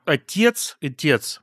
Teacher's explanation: там, где «э» обычный, не «ятевый», будет гласный типа «э» · Term: диссимилятивное аканье